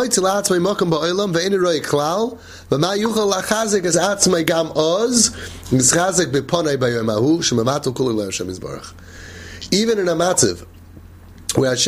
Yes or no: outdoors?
no